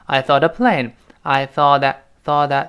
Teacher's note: 那个 t 最后那个 t，跟恩连读是轻轻会浊化一下。I thought aplane， I thoughtthat， thoughtthat，哒，哒，哒，轻轻会浊化。嗯，然后 plane 再次强调，不要读 plane。飞机这个词，P L A NE，又出现了中文中没有的一个音节，就是双元音 A，再加 N 这个鼻音。我们大声读一下。plane，plane，这纠正发音，不是会模仿了就行了，得形成条件反射。要不然你以后一说的话